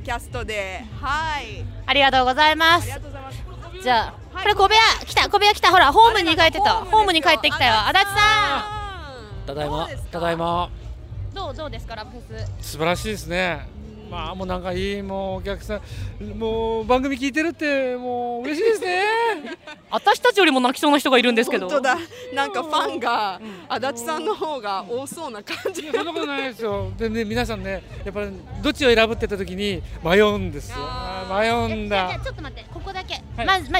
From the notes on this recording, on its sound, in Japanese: 会場で録音を強行。